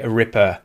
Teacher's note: But received pronunciation from Great Britain will often use the schwa, so they would say ripper.